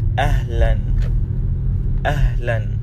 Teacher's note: Notice how this H sound in the middle of the word is deeper, stronger. Marhaban had a H sound.